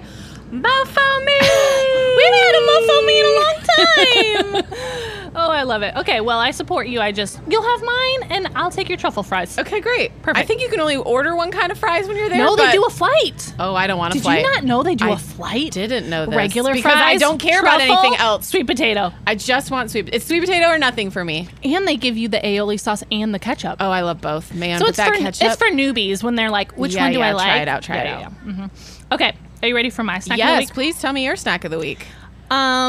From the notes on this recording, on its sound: We are coming to you LIVE from Wanna Spoon Cereal Bar in Nashville, TN! We recorded on location, in the wild, on set to talk all things cereal and what better place to do that than a whole restaurant. Special thanks to our friends at Wanna Spoon Cereal Bar for letting us record on the patio with bowls of cereal in our hands!